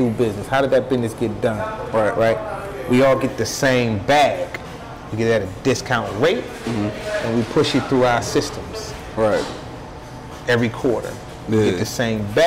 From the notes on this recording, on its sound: Beards, Bourbon, Whiskey Podcast LIVE from Yum Village.